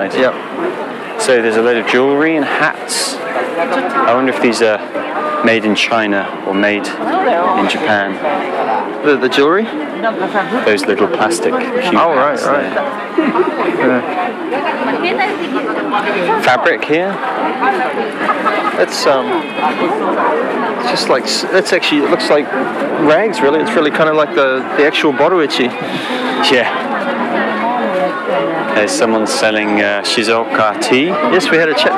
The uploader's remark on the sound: On location this week from the Boroichi Flea Market in Tokyo. Scramble around Tokyo’s oldest flea market (dating back hundreds of years!).